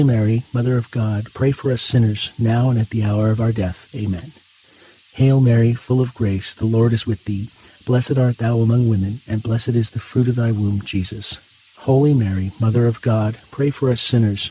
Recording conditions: sounds in the background